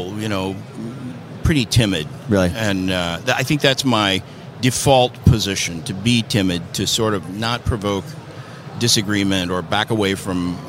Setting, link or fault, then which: setting, busy venue